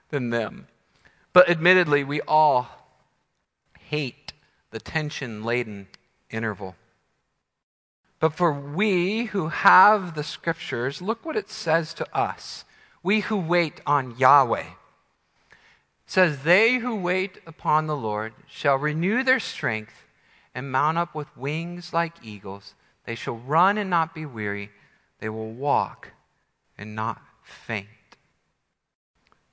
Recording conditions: large echoing room